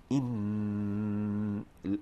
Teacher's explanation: إن الهمزة شديدة مجهورة